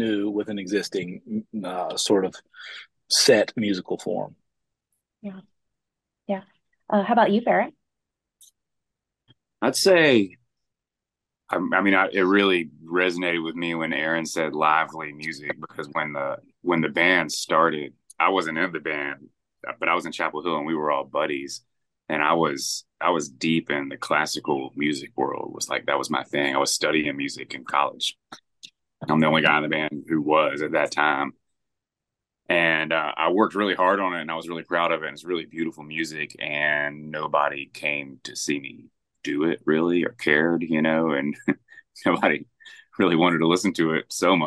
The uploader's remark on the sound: Chats over Zoom with two members of the Grammy award winning bluegrass band.